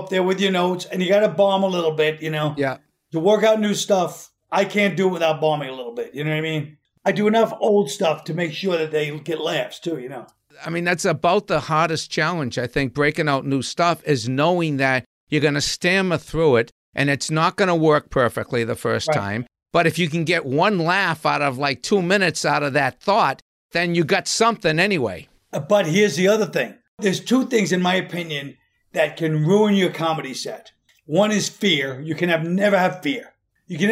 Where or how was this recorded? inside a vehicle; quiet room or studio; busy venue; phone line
quiet room or studio